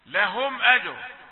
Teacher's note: إظهار الميم الساكنة قبل الهمزة